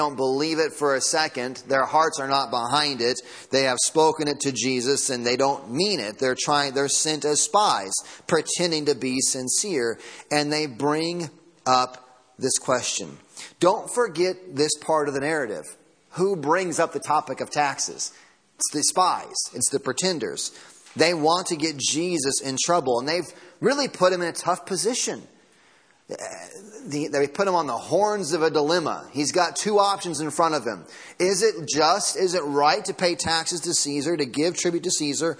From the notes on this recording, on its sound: Sunday Morning Sermon Audio